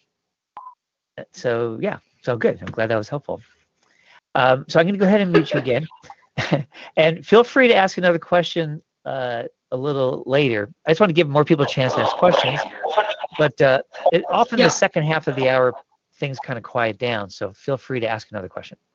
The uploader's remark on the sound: Live Q&A Calls